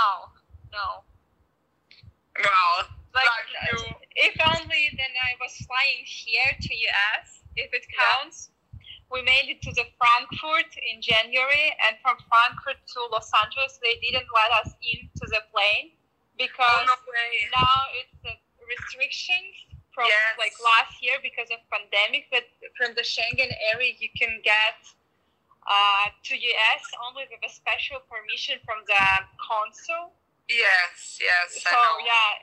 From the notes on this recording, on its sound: Please note that this is not an actual podcast with fancy equipment, so please forgive the mediocre audio quality and excessive laughing. I’m terribly sorry for all the background wind noises.